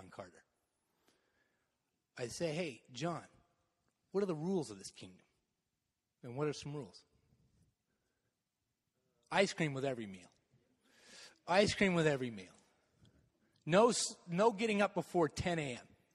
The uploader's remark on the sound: Message delivered in the Contemporary worship service.